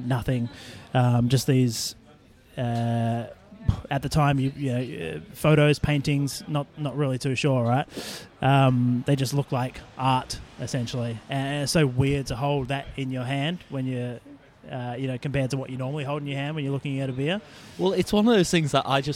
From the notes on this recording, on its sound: The episode was recorded at Beermash in Sydney Road, Collingwood.